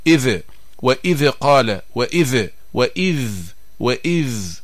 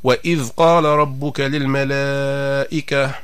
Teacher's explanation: الاحتراز والحذر من قلقلة الذال الساكنة · Shown in: second take